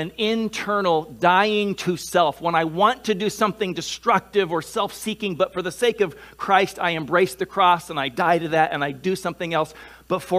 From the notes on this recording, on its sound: Delivered on 7 November 2021 at Grace Church of La Verne. At Grace Church of La Verne.